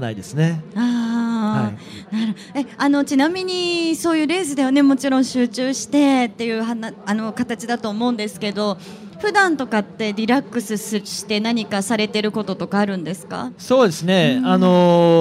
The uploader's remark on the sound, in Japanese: 今週はホンダレーシング・サンクスデーで行われた公開録音の模様をお届けしています。